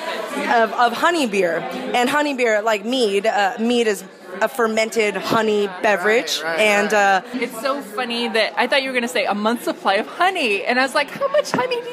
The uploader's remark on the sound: We recorded short segments in secret at the wedding reception as a surprise for him.